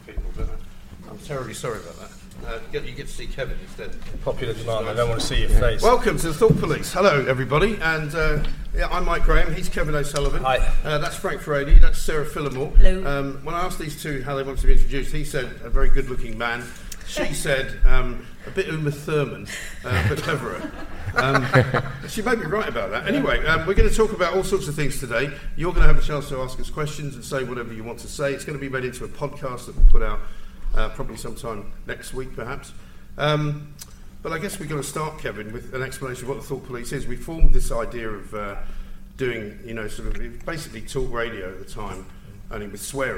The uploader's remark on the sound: LIVE from The Battle of Ideas Festival!